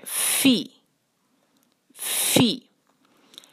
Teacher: فا پہ جو ہے اس کو سانس کی آواز ساتھ شامل کر کے جسے ہم پھونک مارتے ہیں